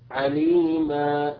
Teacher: أما إذا وقفنا عليها وقلنا عليما فهي تأخذ الحركتين · Term: المد الأصلي